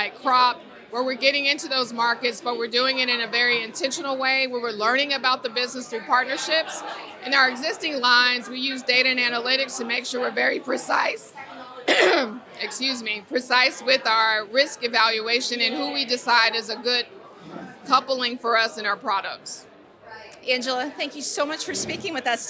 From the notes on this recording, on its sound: spoke with AM Best TV at the InsurTech NY Spring Conference in New York City